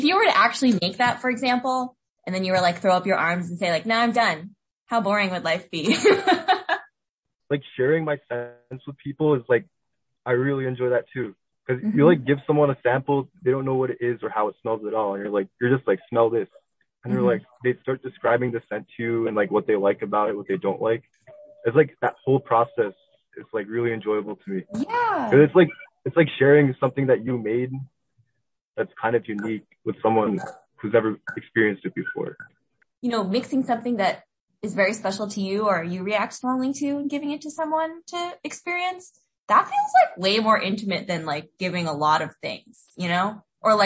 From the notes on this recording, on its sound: I asked if I could simply record a cold phone call with him, and he was miraculously game. This is our literal phone conversation of our first time ever speaking.